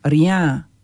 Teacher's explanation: A nocówki francuskie polegają na tym, że nie ma tego y, tylko lekko puszczamy powietrze do nosa · Term: Nosówki francuskie